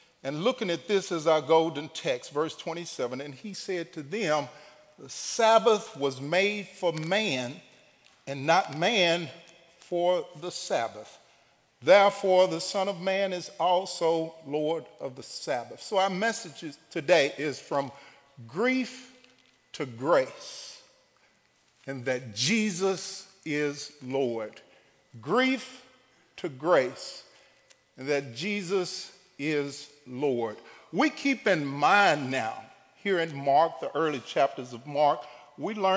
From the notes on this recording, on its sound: Recorded live at The Fellowship at Two Rivers on April 28, 2019.